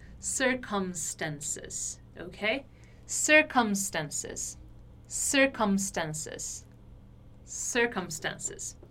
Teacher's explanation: Então, quando eu tenho a letra M no meio da palavra, como é o caso aqui de circumstances, eu tenho que pronunciar esse M como realmente um M, ou seja, fechando os lábios